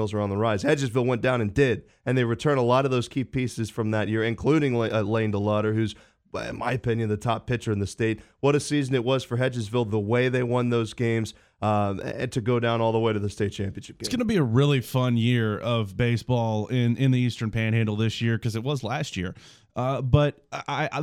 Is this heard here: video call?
no